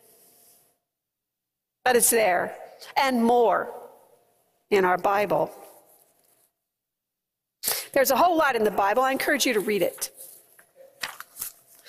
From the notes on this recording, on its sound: preached at First Presbyterian Church of Allentown